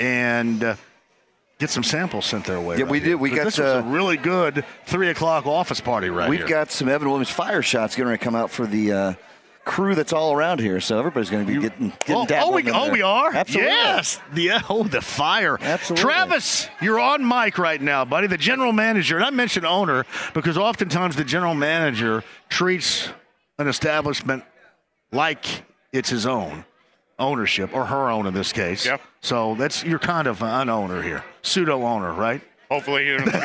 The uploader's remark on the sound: Everyone at Britton’s Tavern.